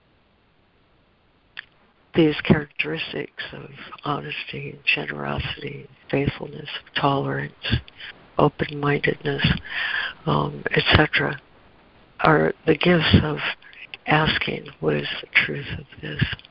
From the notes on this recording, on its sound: ACIM Daily Conference Call.